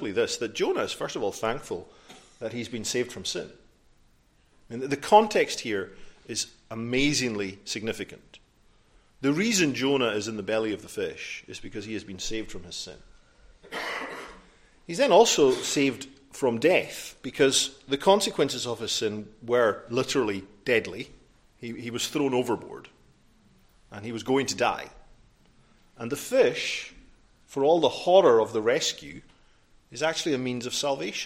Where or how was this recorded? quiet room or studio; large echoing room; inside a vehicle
large echoing room